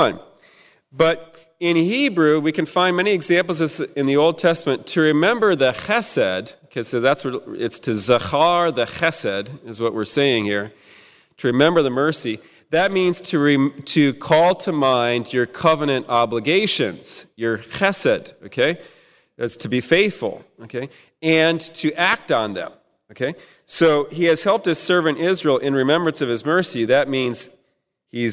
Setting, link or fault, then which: setting, large echoing room